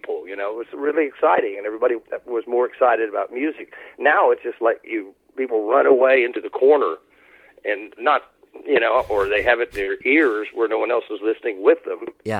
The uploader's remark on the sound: We had a great phone conversation